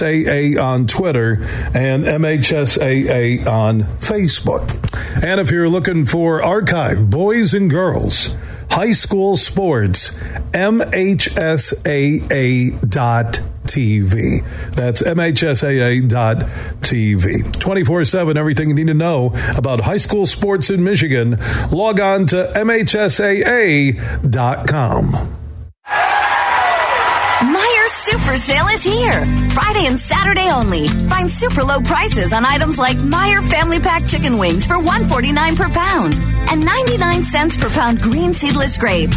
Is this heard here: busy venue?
yes